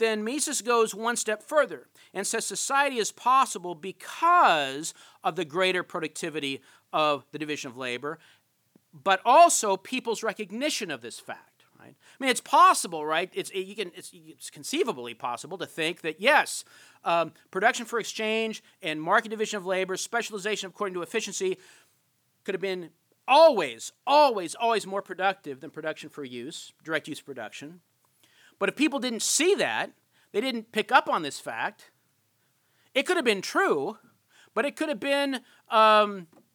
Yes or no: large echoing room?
yes